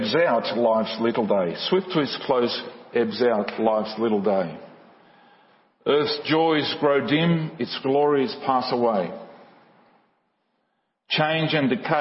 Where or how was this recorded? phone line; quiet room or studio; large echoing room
large echoing room